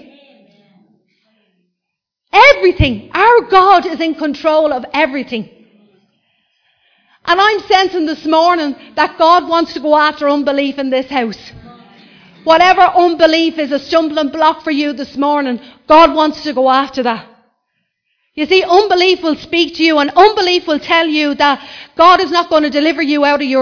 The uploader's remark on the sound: Recorded live in Liberty Church.